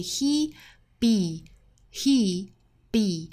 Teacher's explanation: be 这个词跟前面的 he 其实是一样的元音，紧张度是一样的